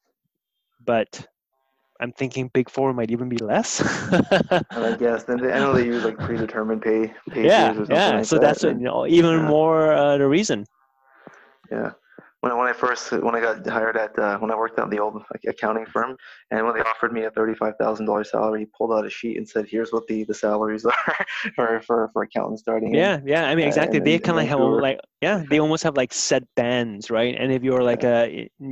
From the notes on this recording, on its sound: I'm on a Q&A call with an Accountant/CPA candidate